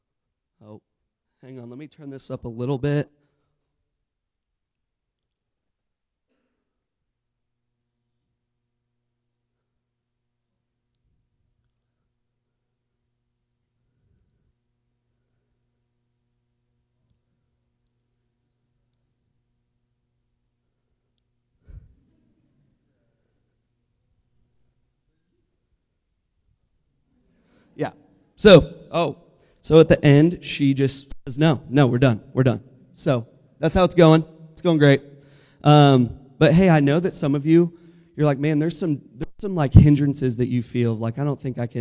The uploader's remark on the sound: Listen to our live SMC 2024 recording!